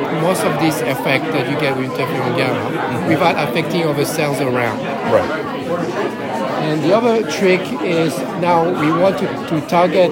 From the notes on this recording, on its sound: Recorded during the IDS Paris 2023 Day 1 Poster session.